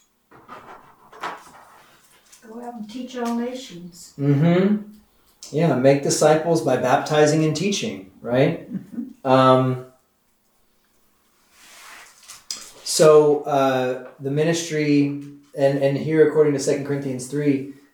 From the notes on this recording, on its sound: This is the audio from the 10am class we hold on Wednesdays.